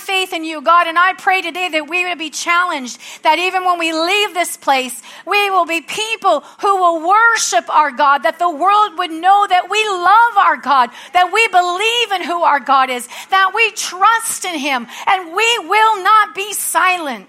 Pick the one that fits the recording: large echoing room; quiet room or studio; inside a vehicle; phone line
large echoing room